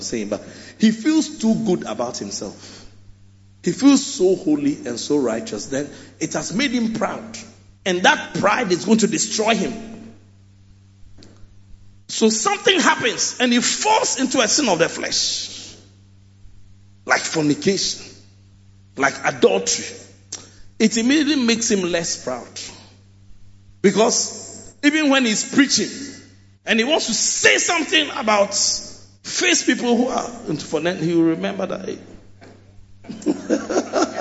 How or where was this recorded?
large echoing room